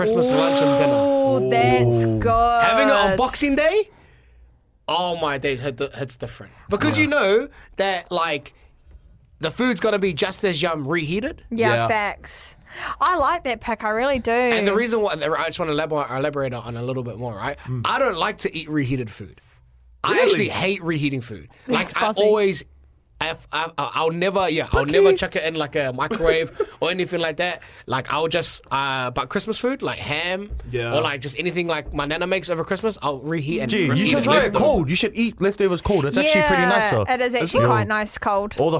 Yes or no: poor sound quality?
no